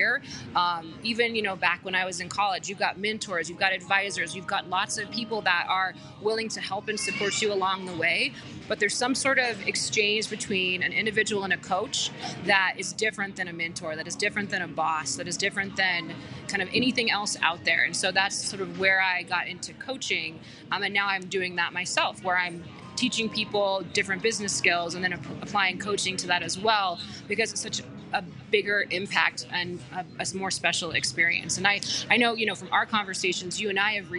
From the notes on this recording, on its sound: On this LIVE Club House conversation. Live in a coffee shop. Club House convo.